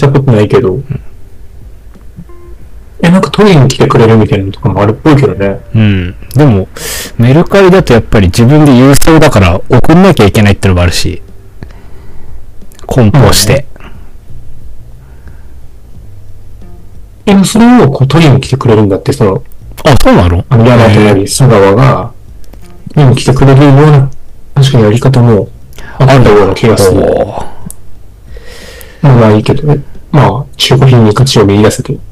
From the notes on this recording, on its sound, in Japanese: 前回と同様、設定ミスで軍事無線音質です。